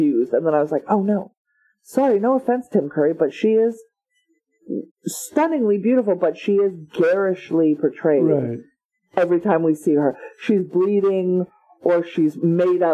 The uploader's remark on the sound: Apologies for the sound quality - the recording location was less than ideal